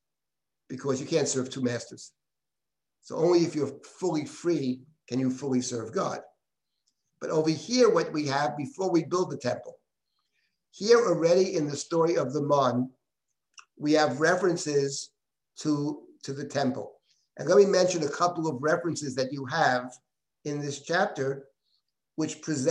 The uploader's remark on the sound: This audio was originally captured from Zoom as part of Drisha's Yom Iyyun on Food Ethics.